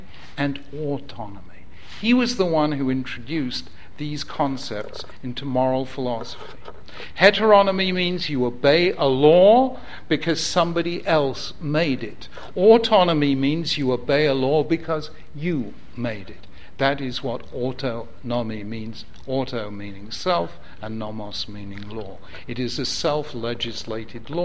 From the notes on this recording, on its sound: Originally recorded at Yeshiva University on 19th March 2014.